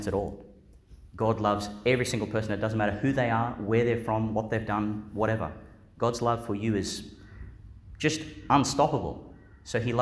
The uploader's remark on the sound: Delivered in Our Lady Star of the Sea Church, Gladstone, Qld. Joined by some of our primary school children.